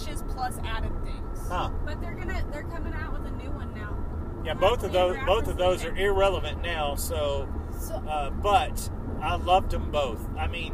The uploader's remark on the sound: While on a road trip! Due to being in a moving vehicle, audio issues may be evident.